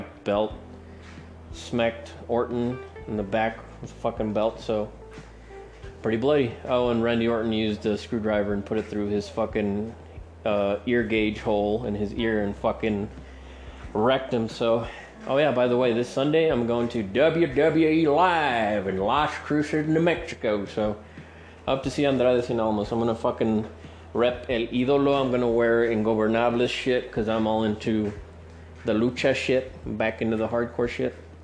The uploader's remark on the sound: I'm recording this one on the fly, on my cell phone, after work, as I prepare dinner. I also capture the beautiful sounds of rain.